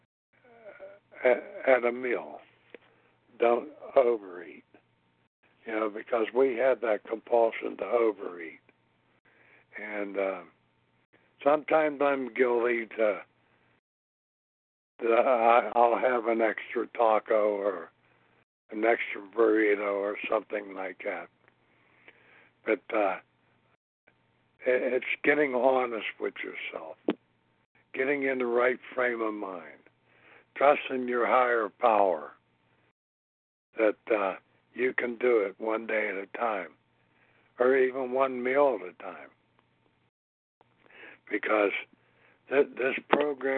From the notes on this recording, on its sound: From the 100 Pounders Phone Meeting, 10/28/23.